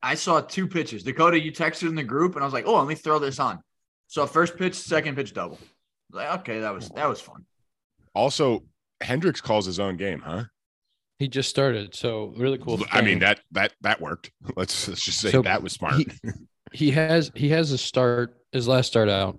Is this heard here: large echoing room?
no